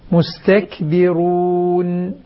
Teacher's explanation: وضح الكاف، مستكبرون فيها الهمس